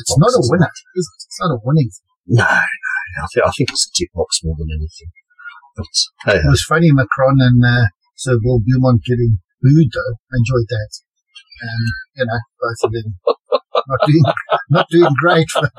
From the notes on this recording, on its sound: DISCLAIMER ALERT : POOR AUDIO QUALITY